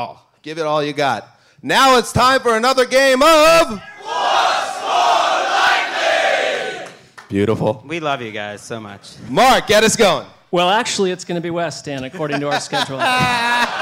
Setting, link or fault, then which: setting, live audience